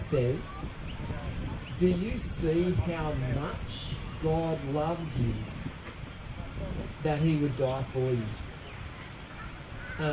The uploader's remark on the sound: Apologies for the audio quality on this recording